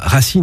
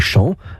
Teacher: Le dos de la langue s'élève vers le palais et glisse vers l'avant de la bouche, qui aboutit à s, une consonne sifflante, en français standard, et à ch, une consonne chuintante, dans le domaine normano-picard